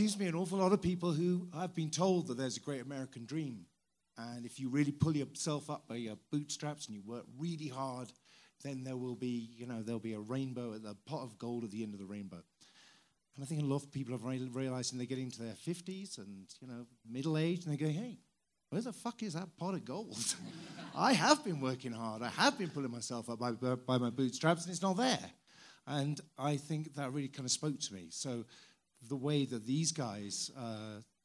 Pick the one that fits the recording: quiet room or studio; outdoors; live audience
live audience